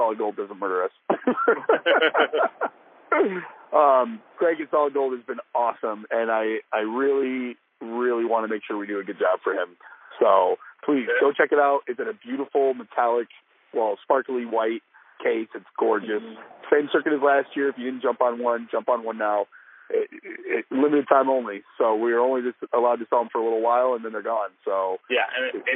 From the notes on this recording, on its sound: On The Road-A-Sode. Trying a call recording type of thing.